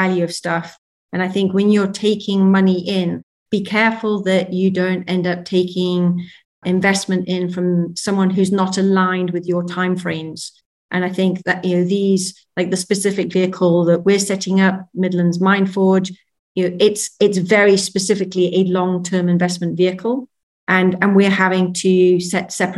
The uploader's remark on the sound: We’re bringing you a recording of a recent webinar.